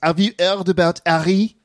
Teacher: Another common feature of English spoken by French learners is the omission of the H sound at the beginning of words.